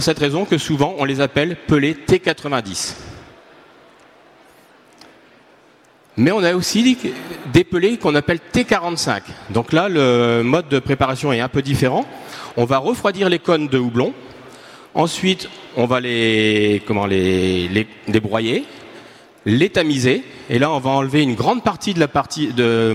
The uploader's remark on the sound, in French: Conférence enregistrée le samedi 22 octobre 2022, au Salon du Brasseur. Conférence enregistrée le samedi 22 octobre 2022, au Salon du Brasseur.